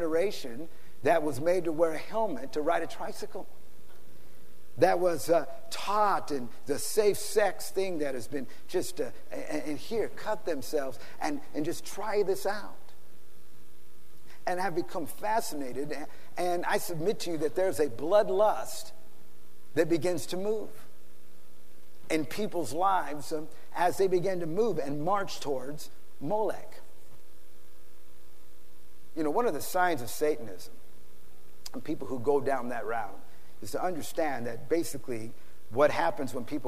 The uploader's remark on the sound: PREACHED IN SAN ANTONIO TX 3-21-2010